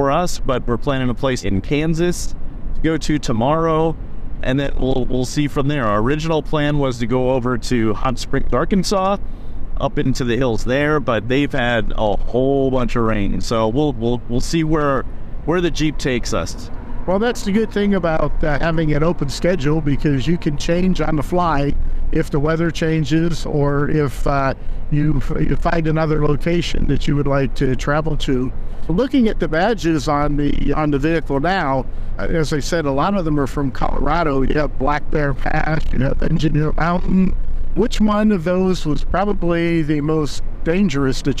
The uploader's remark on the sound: On a Jeep Trip. There might be a little road noise, but that's part of the adventure!